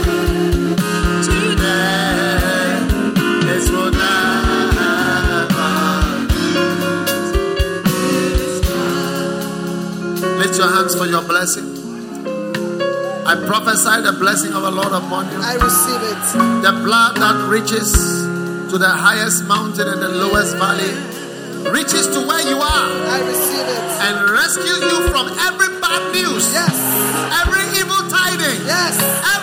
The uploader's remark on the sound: Preached at the First Love Center, Accra.